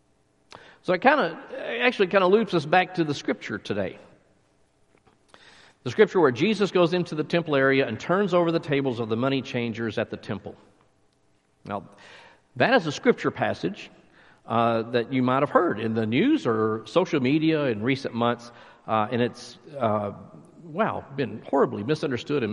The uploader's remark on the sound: Recorded live at Stonebridge United Methodist Church in McKinney, Texas.